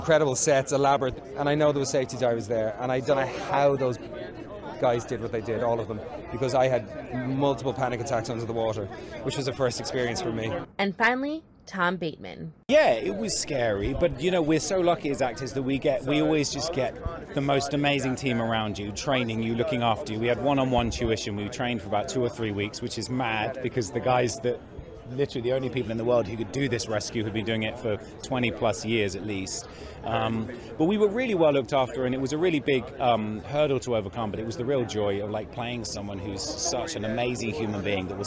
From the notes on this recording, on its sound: Quick Clip: Thirteen Lives cast talks real life heroes, being accurate, and film challenges at LA premiere. At the "Thirteen Lives" premiere in LA.